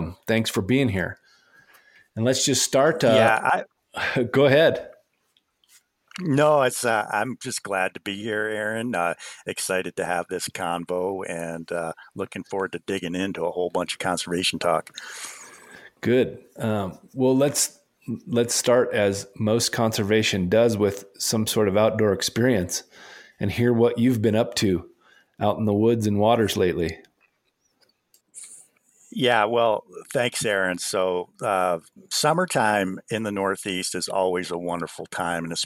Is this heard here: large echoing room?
no